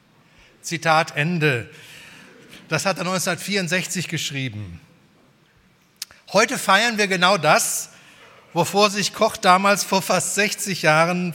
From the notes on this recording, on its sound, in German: bei der 120-Jahre-Feier der Liebenzeller Mission